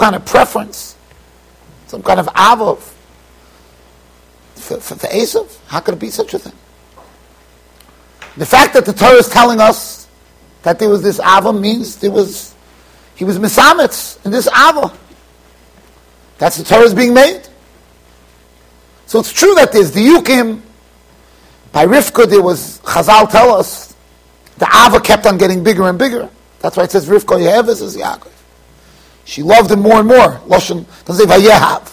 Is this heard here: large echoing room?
yes